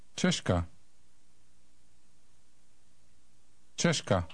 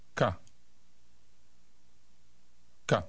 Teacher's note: Notice that the K is less explosive than in English.